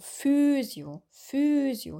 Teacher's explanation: Das I ist nicht betont am Ende.